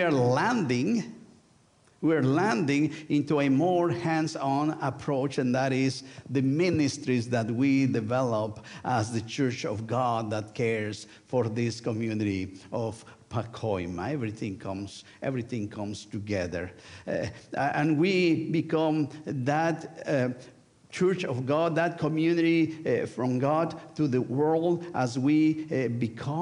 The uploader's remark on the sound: Sunday worship service of First United Methodist Church of Pacoima, recorded live on July 30, 2023. We are located at 12550 Van Nuys Blvd.